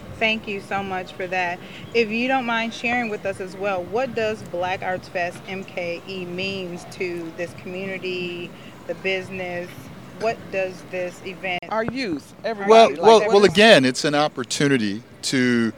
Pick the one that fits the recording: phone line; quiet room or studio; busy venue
busy venue